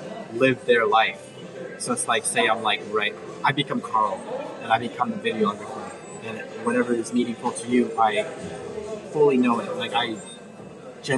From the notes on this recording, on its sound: I decided to pull my phone